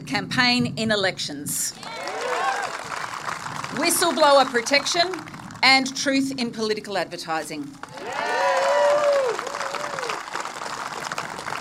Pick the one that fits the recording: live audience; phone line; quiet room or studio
live audience